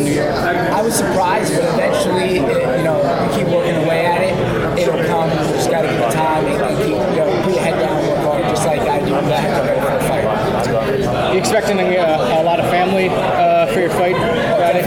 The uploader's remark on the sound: Today's press conference in Utica for UFC Fight Night 131.